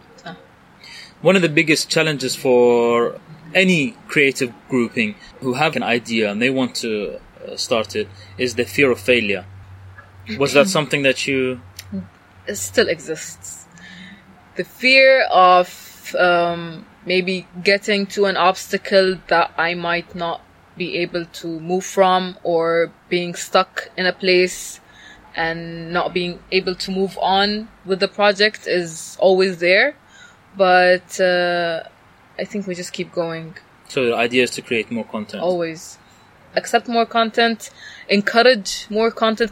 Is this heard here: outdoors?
yes